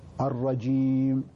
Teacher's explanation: والجيم خالصة، الج مخرجها من وسط اللسان